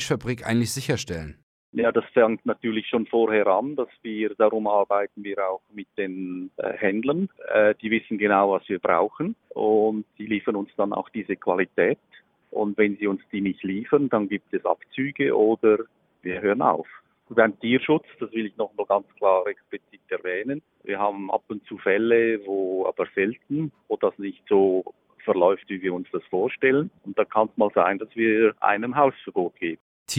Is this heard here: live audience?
no